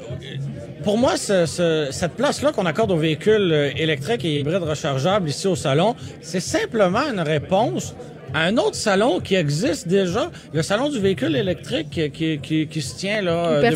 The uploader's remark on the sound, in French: En direct du Salon de l'auto de Montréal